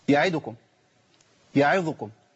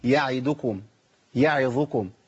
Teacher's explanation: الخطا ان انا اختلس من زمن الحركات · Shown in: first take